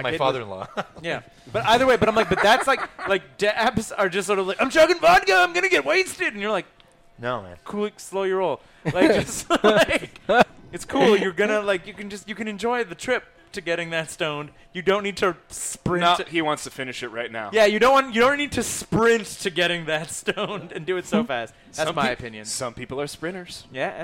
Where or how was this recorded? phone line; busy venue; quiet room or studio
busy venue